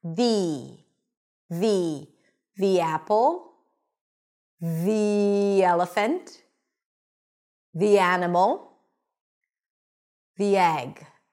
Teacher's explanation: When the following word starts with a vowel, we pronounce it with an E sound.